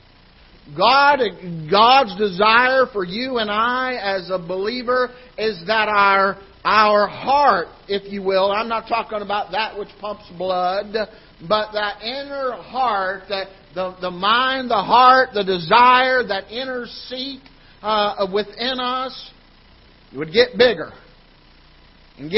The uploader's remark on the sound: Ketha Heights Baptist Church ~ Live Broadcast